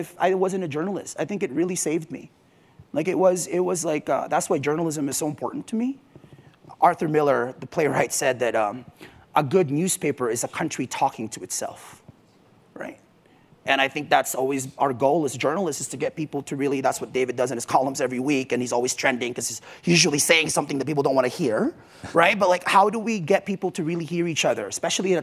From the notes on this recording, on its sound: from the Aspen Ideas Festival.